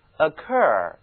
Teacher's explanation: 注意这个词它的重音呢、在后半个音节上